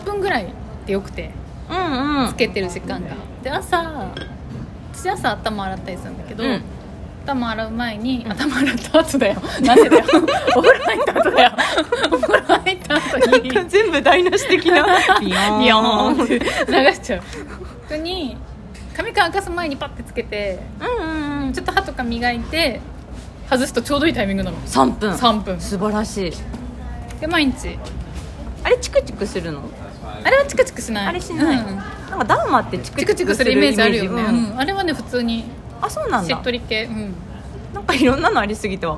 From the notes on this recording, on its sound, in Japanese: カフェでの録音なので環境音たっぷりでお届けします